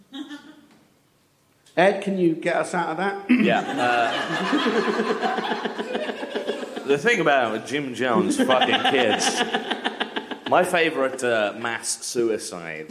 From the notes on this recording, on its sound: Live At Cheerful Earful Podcast Festival. Thanks to NextUp Comedy for the recording and stream of the show.